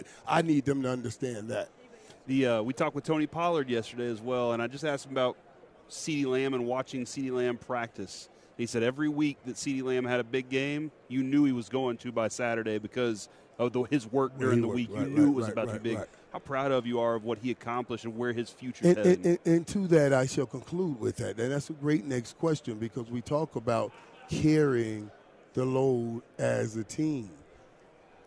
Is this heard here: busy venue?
yes